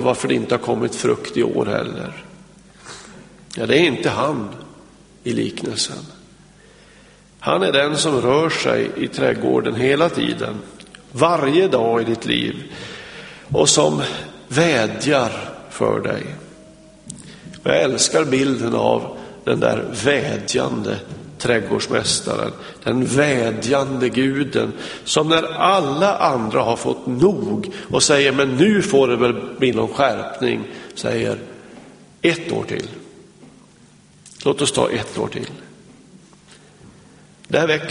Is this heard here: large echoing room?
yes